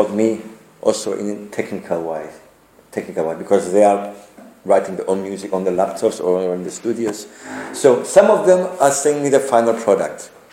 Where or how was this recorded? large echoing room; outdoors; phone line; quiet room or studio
large echoing room